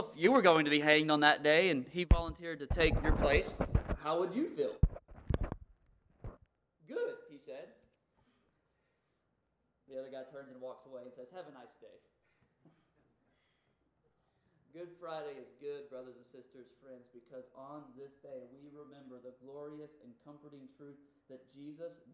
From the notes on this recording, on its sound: Due to technical error this recording is inconsistent in quality and volume.